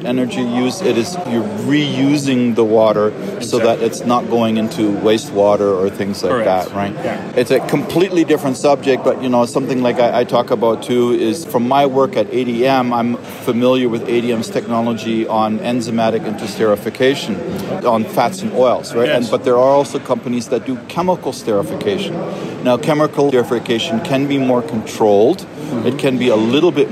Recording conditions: busy venue